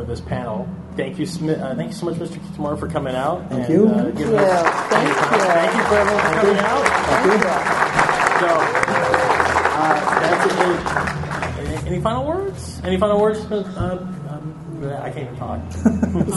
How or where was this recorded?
live audience